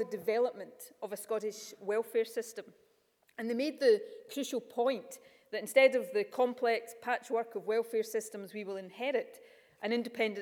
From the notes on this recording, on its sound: Keynote Speech At University Of Edinburgh’s Centre For Constitutional Law